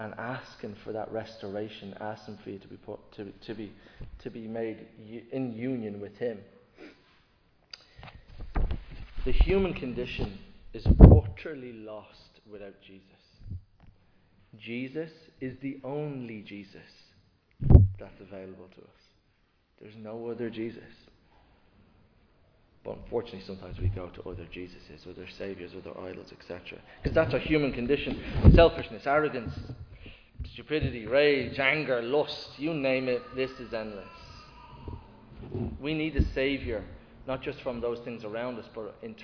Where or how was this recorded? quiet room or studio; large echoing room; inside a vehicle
large echoing room